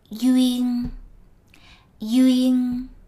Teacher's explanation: Duyên, ying, Letter D is pronounced as Y, and um, the final N is pronounced as a NG